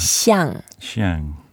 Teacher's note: 相 is the fourth tone, so we go down